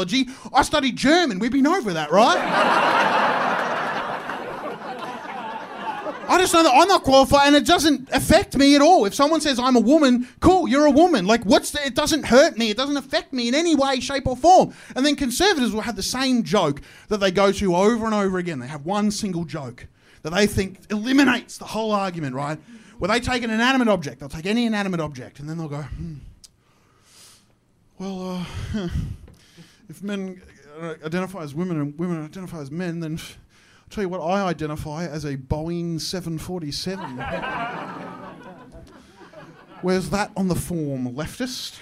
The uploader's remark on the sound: My live show. Recorded at Comedy Republic.